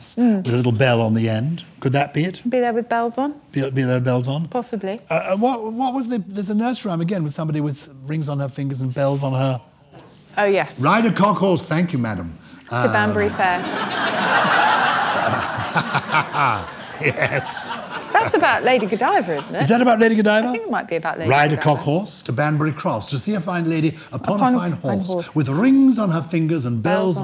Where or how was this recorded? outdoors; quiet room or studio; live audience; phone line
live audience